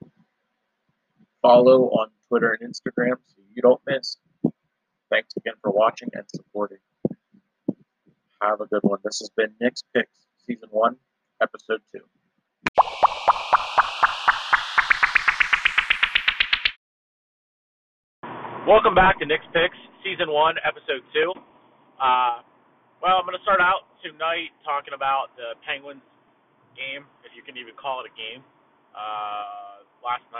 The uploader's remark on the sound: This audio is rough I apologize. Was recording some of this in my car i apologize if it sounds a little quiet or off.